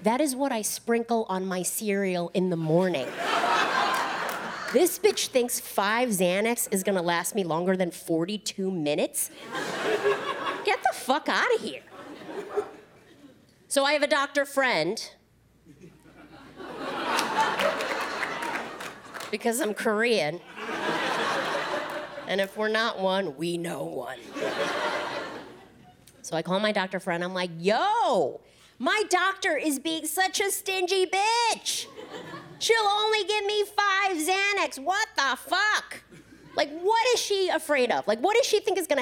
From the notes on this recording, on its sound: Special was taped at the Tribeca Festival in NY, one of the first events to re-open the city post-lockdown.